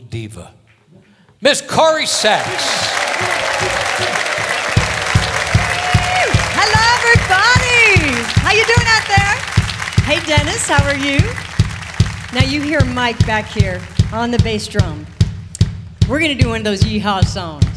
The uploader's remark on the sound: Live at the SouthPoint Casino